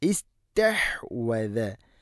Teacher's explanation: അവിടെ അസ്തഹ്വദ എന്നോ ഉസ്തഹ്വദ അല്ല, ഹംസക്ക് കസറാണ്. ഇസ്തഹ്വദ, ഇസ്തഹ്ഹ തൊണ്ടയുടെ മധ്യഭാഗമാണ്.